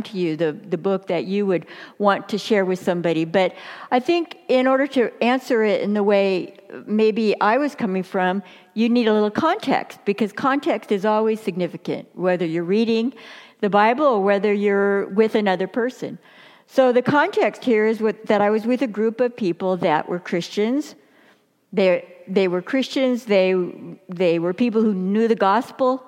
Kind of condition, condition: setting, large echoing room